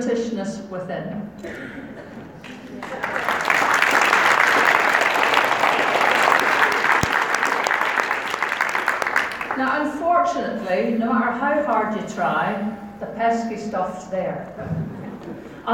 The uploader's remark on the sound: get out and about in the Bowmar community cafe in Alloa, in the audience for BBC's Debate Night, at the Radical Independence conference in Glasgow